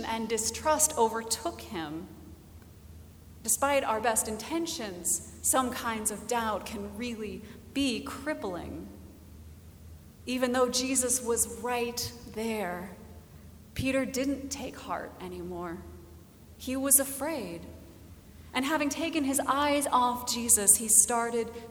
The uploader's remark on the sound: Recorded August 13, 2017 at Trinity Presbyterian Church in Bixby, Oklahoma.